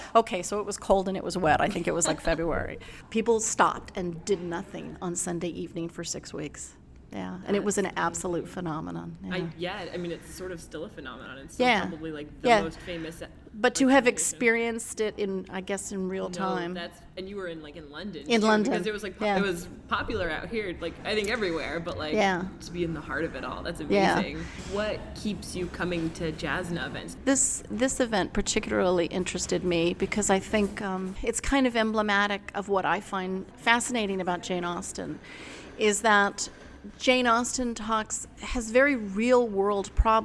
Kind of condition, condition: setting, busy venue